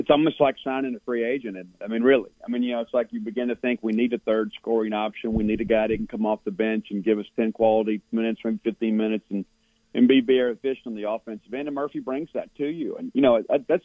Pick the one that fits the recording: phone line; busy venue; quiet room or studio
phone line